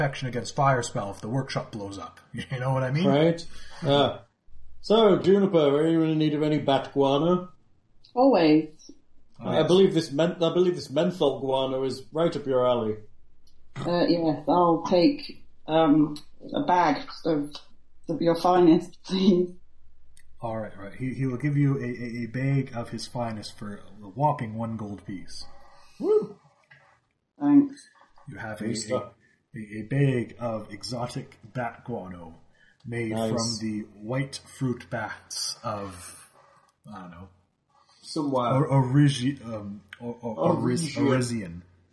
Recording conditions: poor sound quality